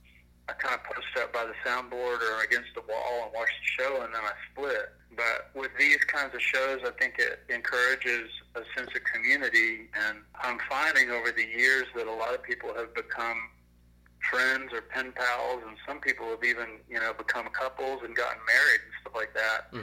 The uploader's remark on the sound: burnt the phone lines